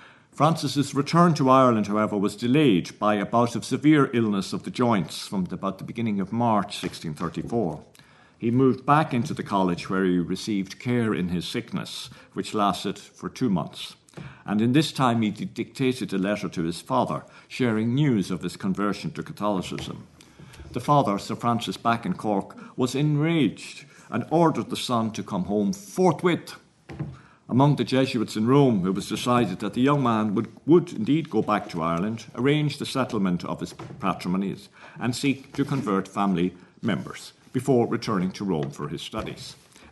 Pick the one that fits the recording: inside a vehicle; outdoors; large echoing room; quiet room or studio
large echoing room